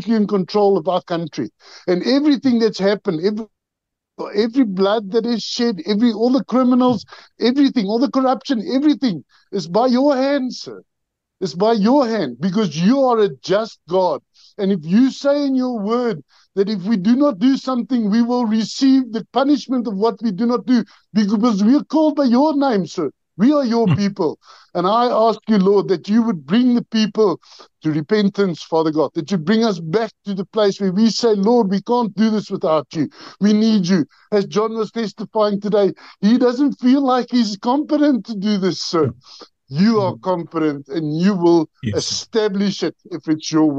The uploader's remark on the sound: The Transformation Table Zoom Meeting 18 Jan 2024